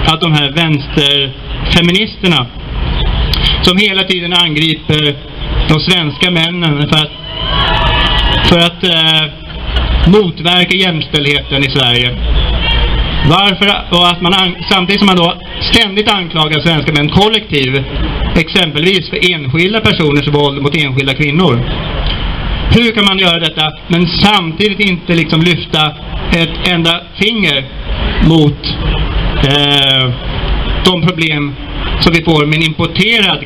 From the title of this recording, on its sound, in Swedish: 3 november 2019 på Raoul Wallenbergs torg